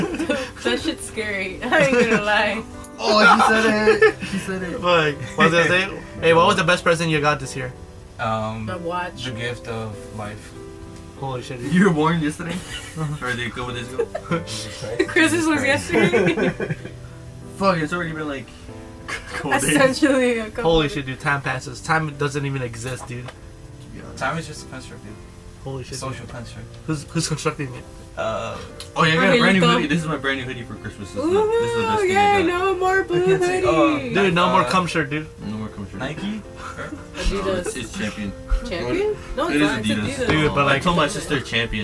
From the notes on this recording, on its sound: This special episode will have background music to cover the horrendous white noise in the background of our recording, sorry.